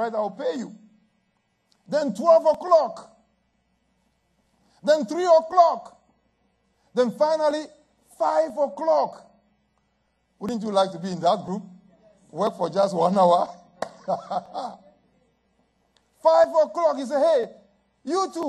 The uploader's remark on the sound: at Living Word Assembly of God Church